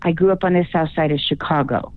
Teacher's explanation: put a downward inflection or a period at the end of each sentence.